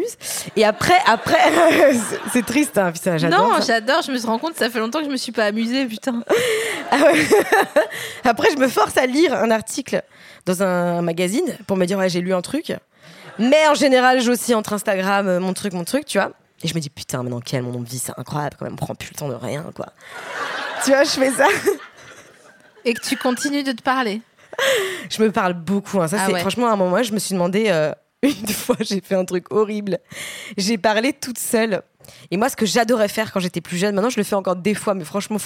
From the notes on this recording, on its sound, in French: Cet épisode a été enregistré le 6 juillet 2019 à La Nouvelle Seine (3 Quai de Montebello, Paris 5e).